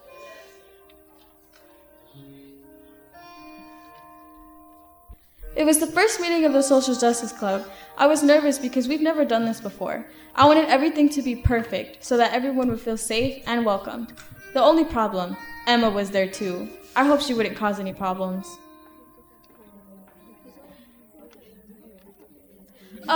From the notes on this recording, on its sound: Recorded live at the Phipps in Hudson, WI during the StoryArk Festival 2019.